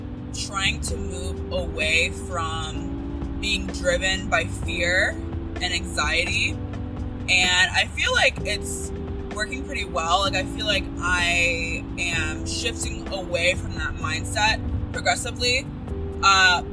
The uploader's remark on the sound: CarTalk. This episode and the next one have some background noise. I don't script or re-record episodes.